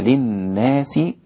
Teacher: أمال كلمة الناس المجرورة في القرآن · Term: إمالة الناس